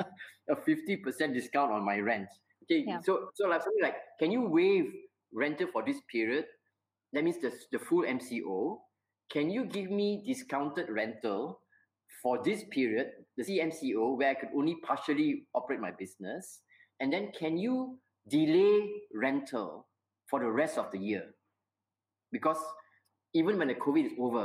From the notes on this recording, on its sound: recorded webinar